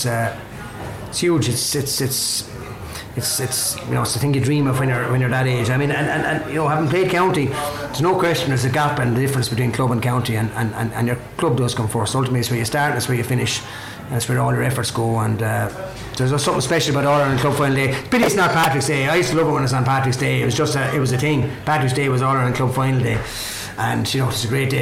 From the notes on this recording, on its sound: This episode was brought to you live from The Riverside Cottage in Ballygunner Waterford. Live from the Riverside Cottage with a Live audience.